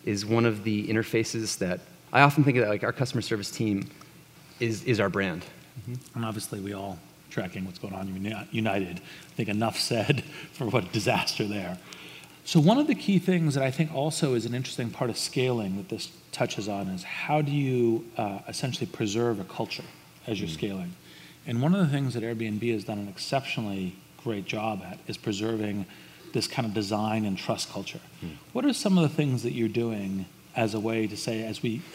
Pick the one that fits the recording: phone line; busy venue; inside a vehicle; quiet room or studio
busy venue